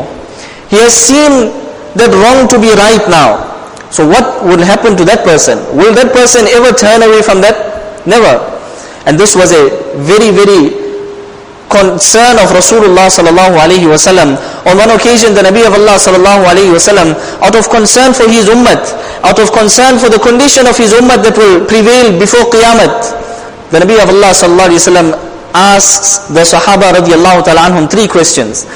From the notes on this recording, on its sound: Jumuah lecture